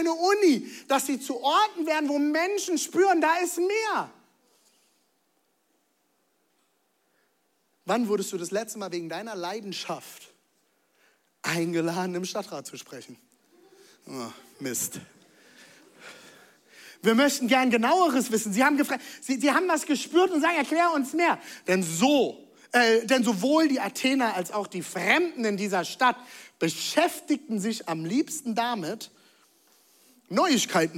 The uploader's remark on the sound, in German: Zealchurch Leipzig. Audiomitschnitt der Predigt.